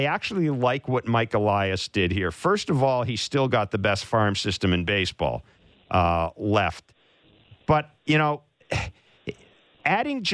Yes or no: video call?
no